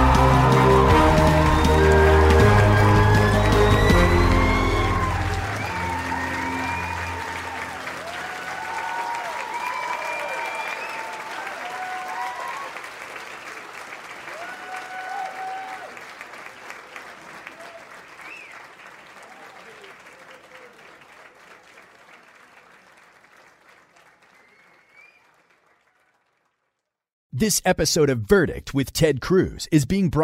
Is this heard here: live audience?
yes